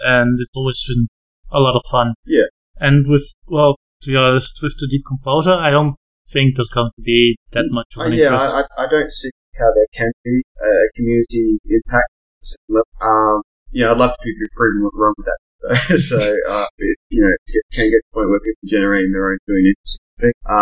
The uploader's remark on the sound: in this episode recorded in person at re:Invent